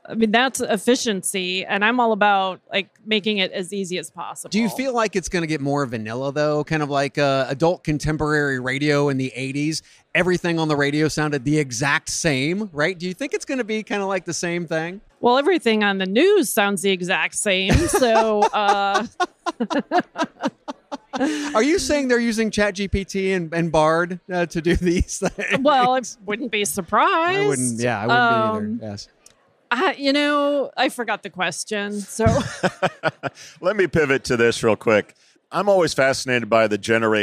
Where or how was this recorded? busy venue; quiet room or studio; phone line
busy venue